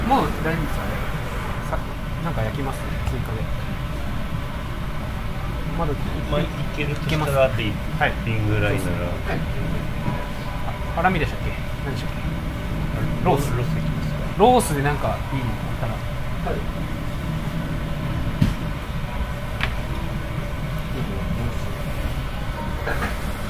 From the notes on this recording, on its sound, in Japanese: 飲食店での打ち上げトークのためノイズ多めでお送りしています。